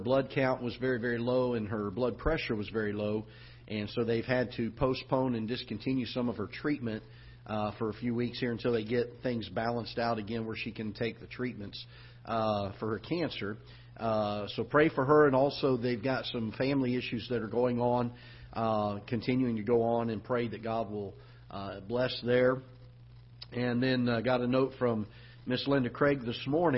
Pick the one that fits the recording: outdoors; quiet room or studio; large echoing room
large echoing room